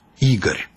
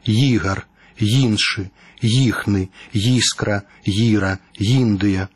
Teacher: У расейскай мове «І», так званы цвёрды прыступ «Ігар». У беларускай «Ї», мяккі старт